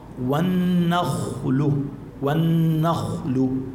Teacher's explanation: النخل الخاء شوفي عليها سكون، ما قبلها مفتوح، إذن هون بدنا نفخمها للخاء